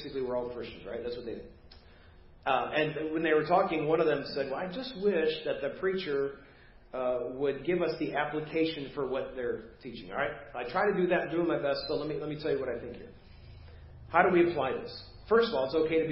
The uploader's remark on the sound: Preached at First Baptist Church of Hazel Park